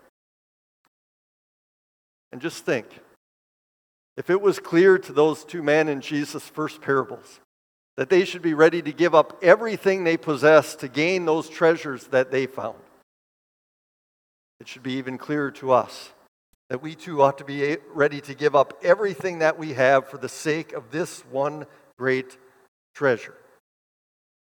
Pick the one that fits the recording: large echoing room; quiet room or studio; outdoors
large echoing room